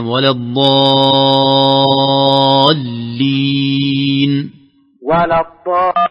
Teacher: لكن كان ودي أسمع فقط بعد ولا الضالين تحقيق الكسرة في اللام مع مدها